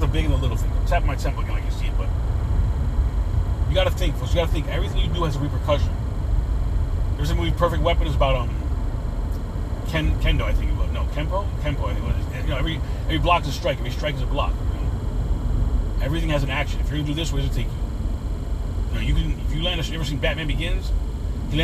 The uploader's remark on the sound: In this CarCast